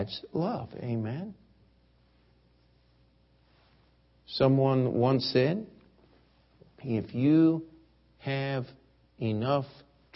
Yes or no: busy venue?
no